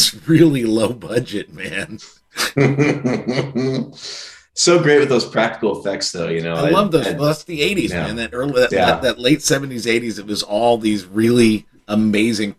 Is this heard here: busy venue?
no